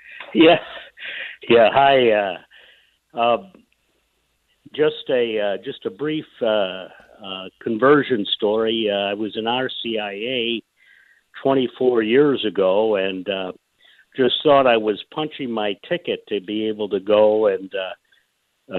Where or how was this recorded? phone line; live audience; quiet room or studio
phone line